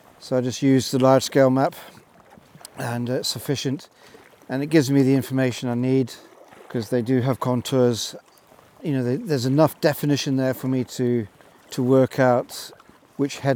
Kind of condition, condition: setting, outdoors